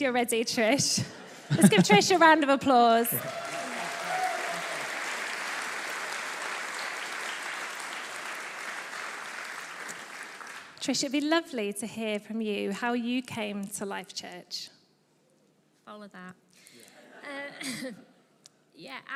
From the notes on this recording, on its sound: This was recorded at Life Church Lancashire on 27th November 2022.